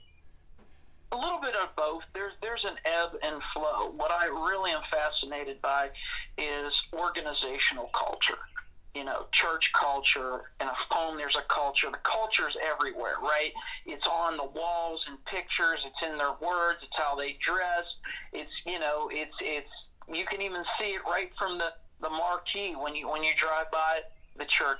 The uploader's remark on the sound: joins us via telephone